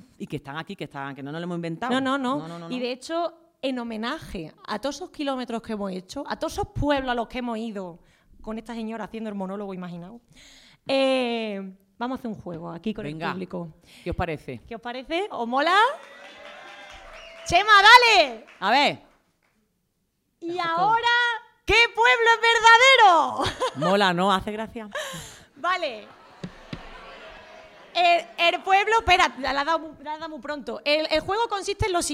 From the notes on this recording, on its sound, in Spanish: NUESTRO PRIMER PODCAST EN DIRECTO CON PÚBLICO! No había mejor manera para cerrar esta tercera que haciendolo en directo en el Teatro del barrio de Madrid.